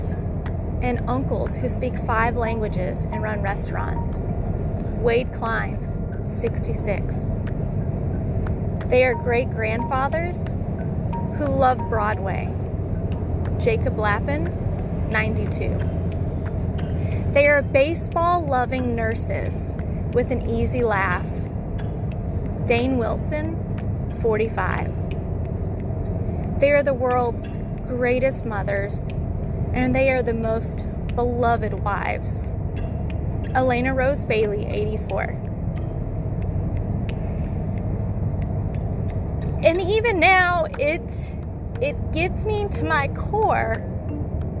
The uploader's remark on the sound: On The Road Ramblings. This miniseries is recorded as always on my way to work. It's raw an unedited.